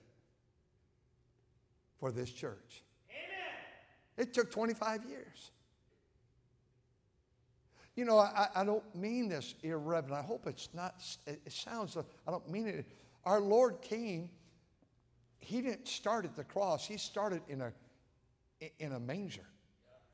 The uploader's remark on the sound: at North Valley Baptist Church in Santa Clara, California, during the Sunday Evening service